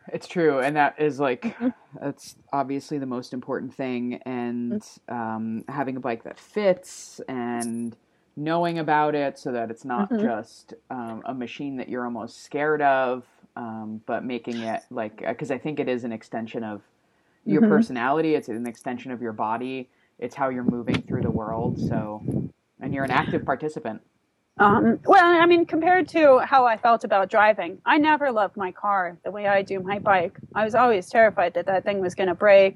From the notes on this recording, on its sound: On this episode we’ll chat LIVE from an RV park in Hill City, South Dakota.